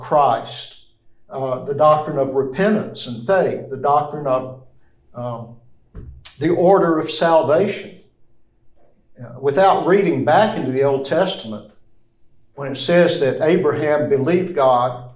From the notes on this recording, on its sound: This lecture comes from the classroom of CBTS.